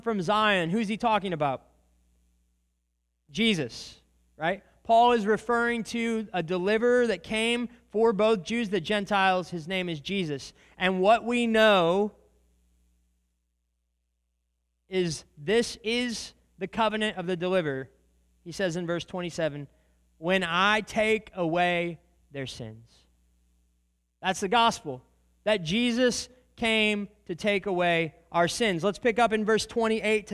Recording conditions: large echoing room